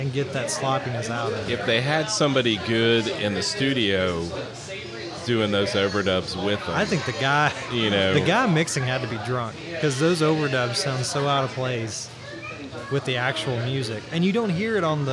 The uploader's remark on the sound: In this live episode recorded at White Squirel Brewery.